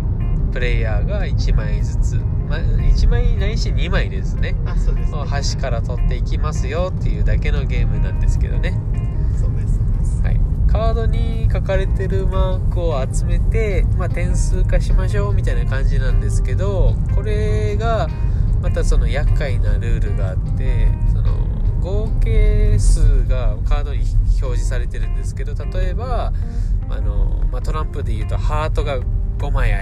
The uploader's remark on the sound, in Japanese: 雑音が酷いですが、さて今回の収録場所はどこでしょうか。